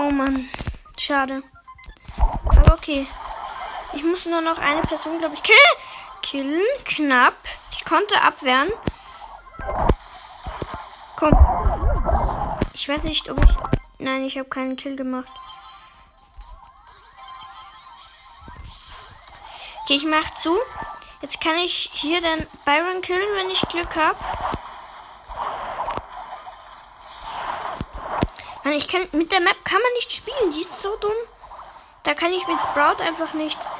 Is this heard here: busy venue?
no